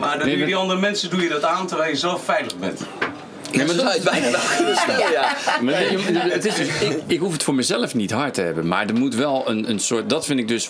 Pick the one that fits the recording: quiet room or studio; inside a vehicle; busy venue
busy venue